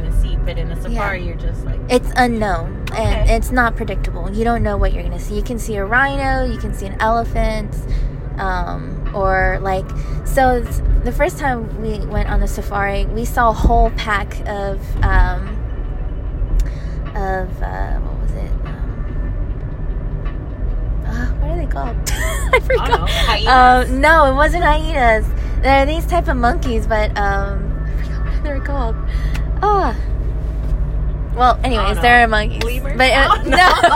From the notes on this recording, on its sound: Driving to the city and talking about travel plans, what could happen?